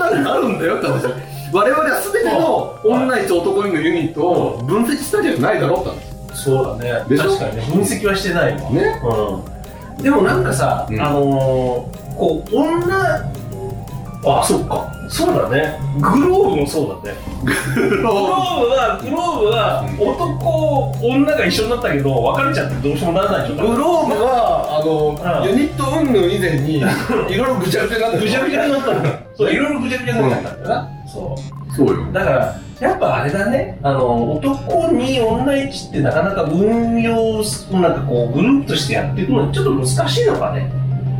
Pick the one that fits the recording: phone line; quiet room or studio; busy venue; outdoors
busy venue